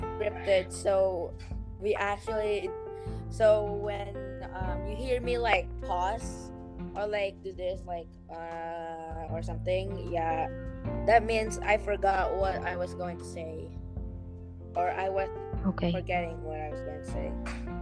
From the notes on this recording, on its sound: the recording just suddenly ended